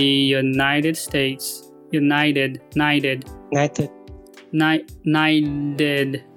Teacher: 这个 flap t flap flap t 就是发一个很轻微的 d 的音